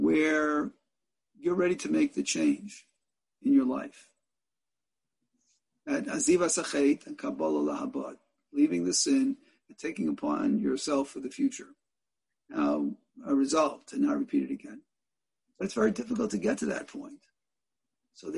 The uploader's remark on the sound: In a ZOOM teleconference Shiur